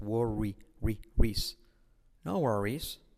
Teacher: Fijaos la R como genera una U detrás.